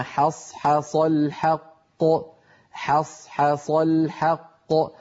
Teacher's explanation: فعلى التالي أن يرقق الحاءين ويفخم الصادين في كلمة حص حص. والحاء الثانية أكثر عرضة للتفخيم من الأولى، لأن الأولى جاورت صادا، أما الثانية فقد اكتنفها صادان عن يمينها وعن شمالها.